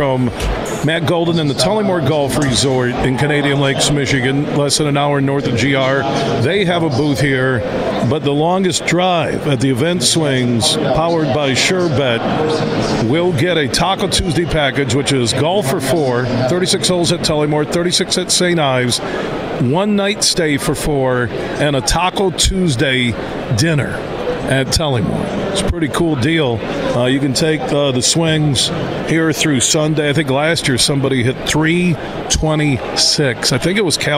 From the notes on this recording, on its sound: Today we're broadcasting live from the West Michigan Golf Show inside Devos Place in downtown GR.